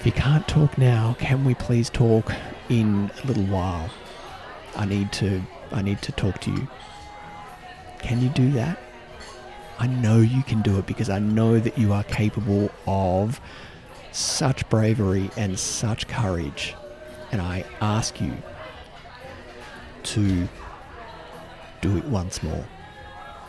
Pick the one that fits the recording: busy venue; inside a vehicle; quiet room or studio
busy venue